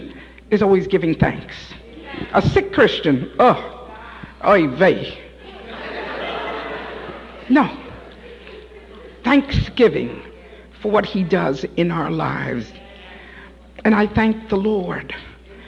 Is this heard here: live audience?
yes